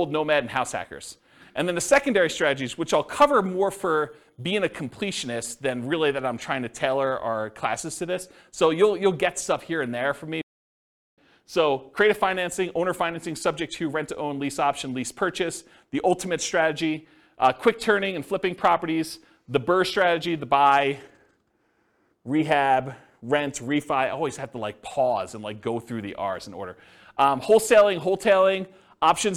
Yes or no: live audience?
yes